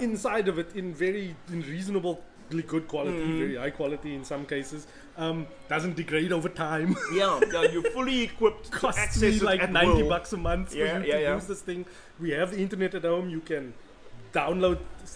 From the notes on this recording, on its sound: Recorded at Dunkin’ Donuts Canal Walk.